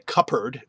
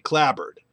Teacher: The tendency is to get rid of the, it seems to be, to get rid of the unvoiced. You get rid of the P and you keep the one that buzzes in your mouth, the B. · Shown in: second take